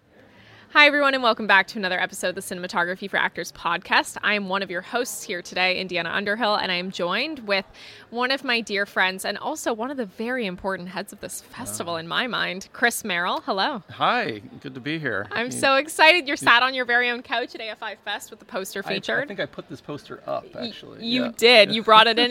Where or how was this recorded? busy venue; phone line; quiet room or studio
busy venue